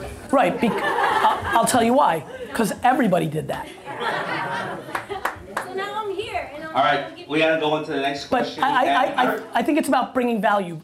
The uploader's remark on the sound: Just opened a brand new co-working space in NYC called Blueprint + Co. To open the doors he had me join him on stage for a great fireside chat and Q&A.